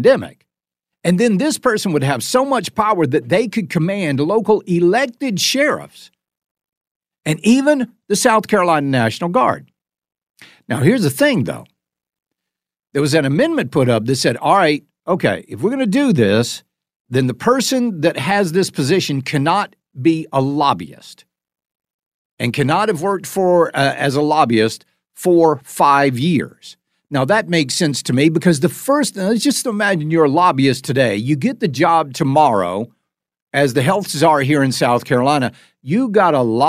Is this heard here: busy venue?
no